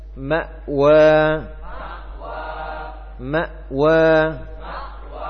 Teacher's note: suaranya itu terhenti. Ya, suaranya terhenti. Tidak diikuti nafas atau suara-suara yang lainnya. · Term: sukun pada hamzah